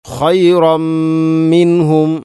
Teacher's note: അതുപോലെ തന്നെ തൻവീന് ശേഷം മീം, ഖൈറമ്മി. തൻവീന് ശേഷം മീം വന്നാൽ ഇദ്ഗാം കാമിൽ, പൂർണ്ണമായിട്ടും തൻവീനിനെ മീമിലേക്ക് കൂട്ടി ലയിപ്പിച്ചുകൊണ്ട് ഓതണം